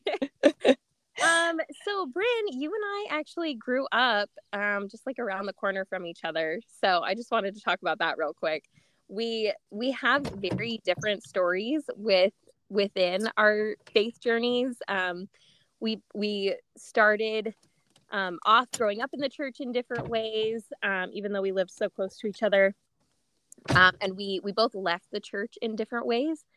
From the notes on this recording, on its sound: We didn't have the greatest connection during this interview due to limited service. My apologies for the glitches with the audio!